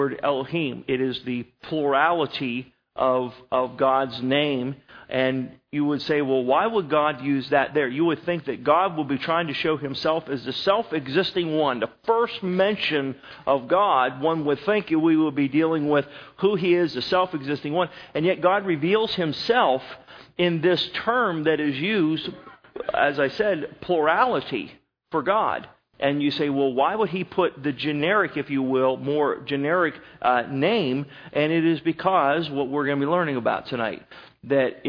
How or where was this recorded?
large echoing room